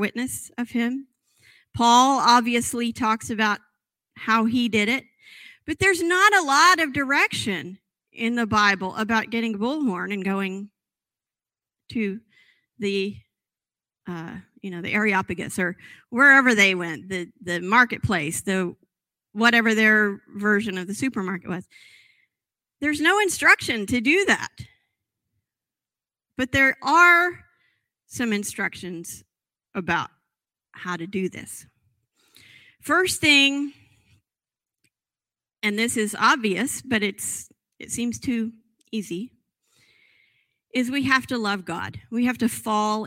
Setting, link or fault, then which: setting, large echoing room